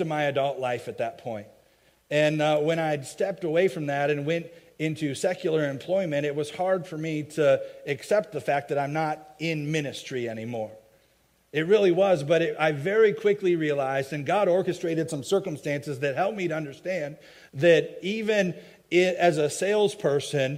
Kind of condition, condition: setting, large echoing room